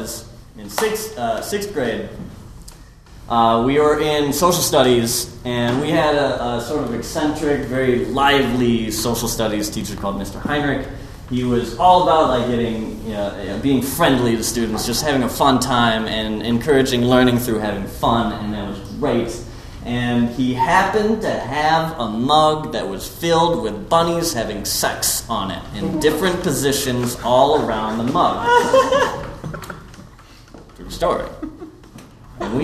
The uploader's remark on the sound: The show you're about to hear was recorded live at the Pub Theater, 3220 N Lincoln Avenue in Chicago. Everything on this podcast has been created and performed by audience members who volunteered to share their stories.